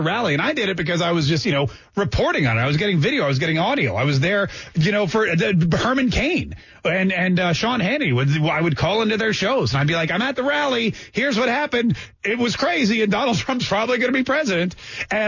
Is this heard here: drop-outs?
no